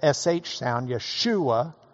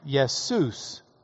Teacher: the SH sound, Yeshua, just becomes the S sound, Jesus